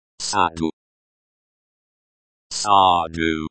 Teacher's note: The stress is on the second syllable, and the u sounds like the u in moon.